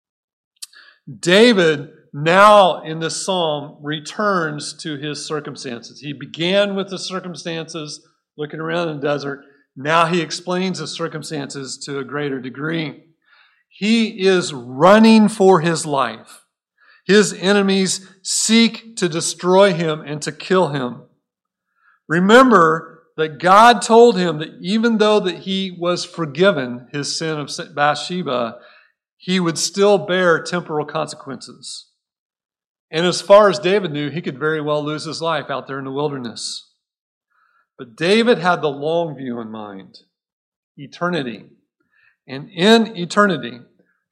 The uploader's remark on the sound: Recorded at Cornerstone Church in Mesa, AZ.